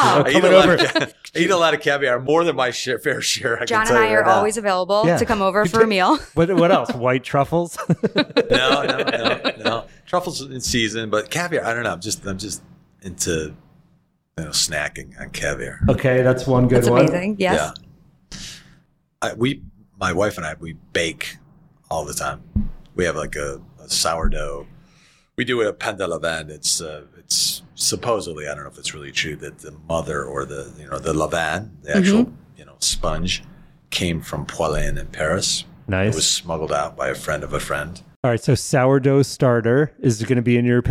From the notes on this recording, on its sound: We continue the west coast tour with a stop in beautiful Healdsburg, California. Recording from Dry Creek Kitchen.